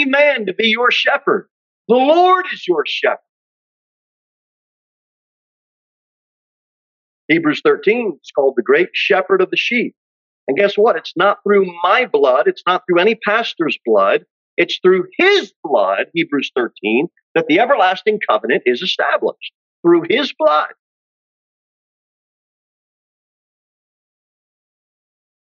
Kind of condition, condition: setting, large echoing room